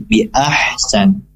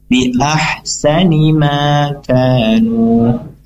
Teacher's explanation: Jika ingin waqaf di situ, maka ahsan berhentinya di lafaz ahsan, kemudian nunnya tidak perlu dibaca kalau memang ingin berhenti · Shown in: first take